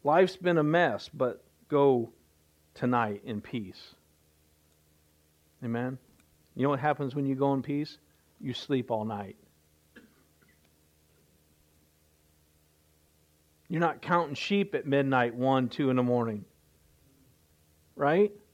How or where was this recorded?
large echoing room